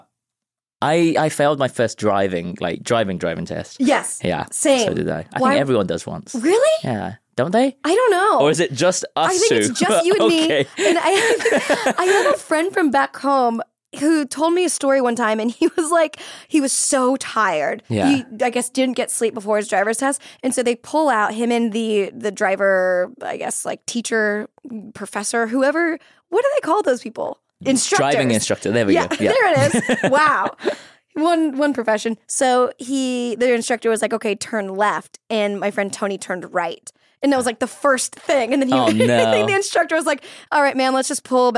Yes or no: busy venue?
no